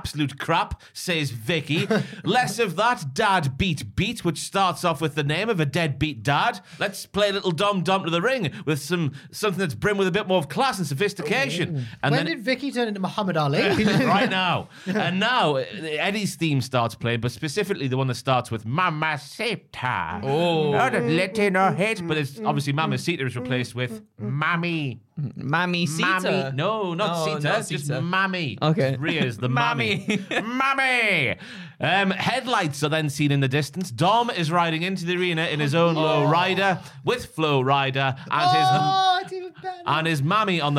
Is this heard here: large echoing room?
no